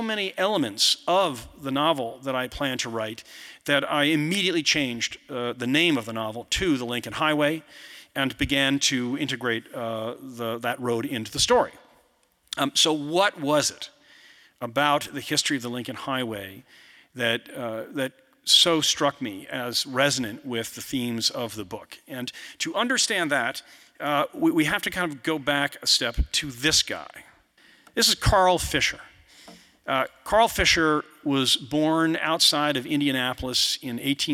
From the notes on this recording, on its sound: you’ll hear the audience react to some visuals